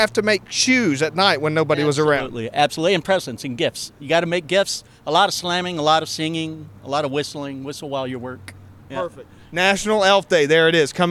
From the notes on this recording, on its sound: Here at Bar 101. First Tuesday event, a regular gathering for the young professionals group. The buzz inside is so loud that we decide to take our conversation outdoors.